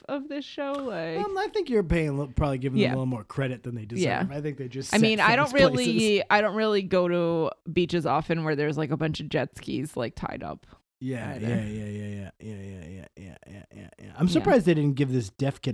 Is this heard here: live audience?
no